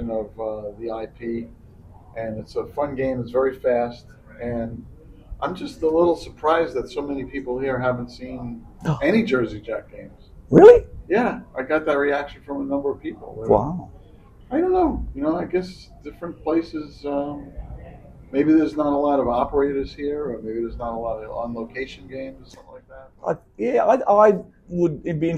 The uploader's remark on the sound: Pinfest - LIVE From Newcastle. After we attended Australia’s largest and longest running pinball show.